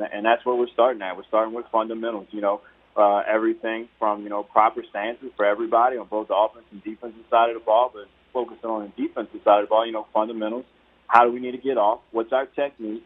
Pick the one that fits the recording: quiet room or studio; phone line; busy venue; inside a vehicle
phone line